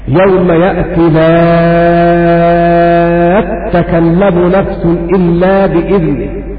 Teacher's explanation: شدد التاء مع المد المشبع لوقوعها بعد لام ألف